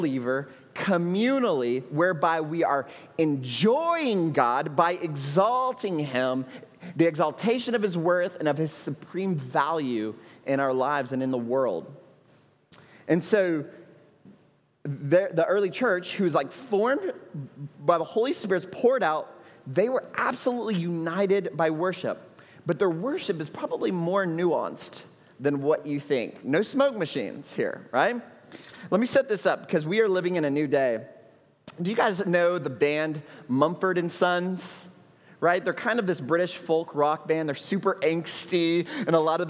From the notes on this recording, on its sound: at Trinity Church, Puerto Rico